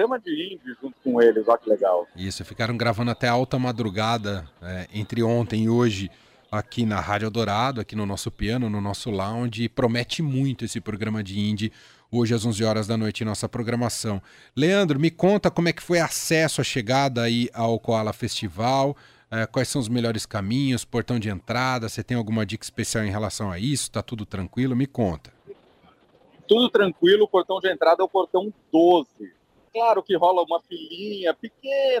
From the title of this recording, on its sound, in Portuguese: Momento Coala diretamente do Memorial da América Latina